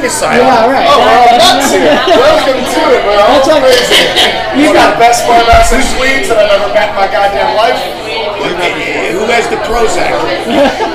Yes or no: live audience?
yes